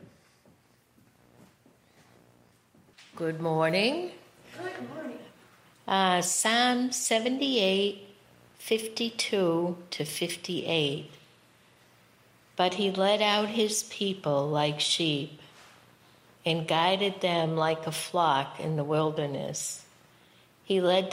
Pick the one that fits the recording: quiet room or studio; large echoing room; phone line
large echoing room